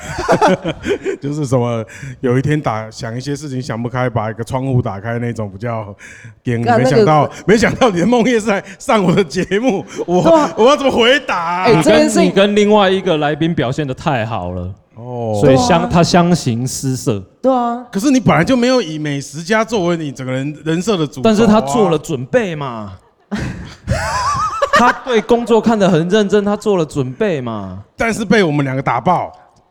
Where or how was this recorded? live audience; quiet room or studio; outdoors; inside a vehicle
live audience